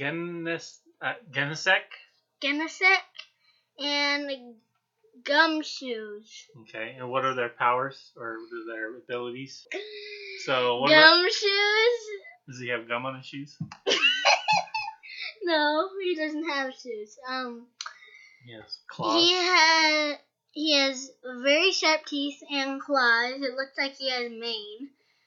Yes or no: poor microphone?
yes